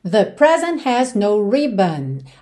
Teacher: Atenção que você nem ouviu o T de present